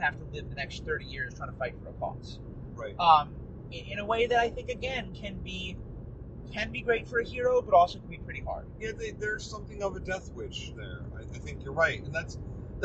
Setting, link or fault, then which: setting, inside a vehicle